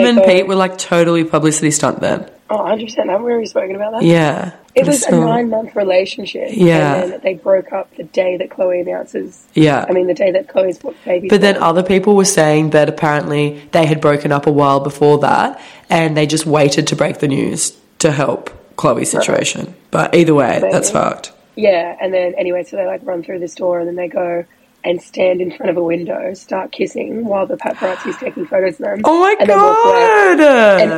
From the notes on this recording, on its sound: we're catching up over facetime